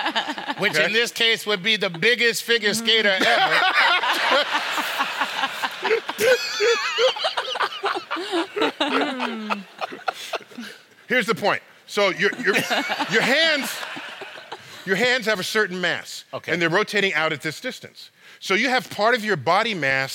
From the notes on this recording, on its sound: Playing with Science at BAM. Record live at “StarTalk at BAM: Science is Everywhere.”